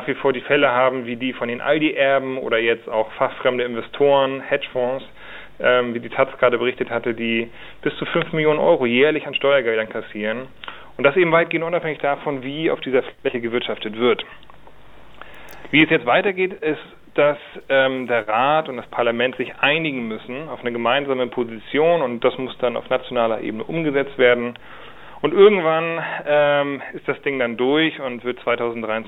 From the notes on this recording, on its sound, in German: Am Telefon bei RDL.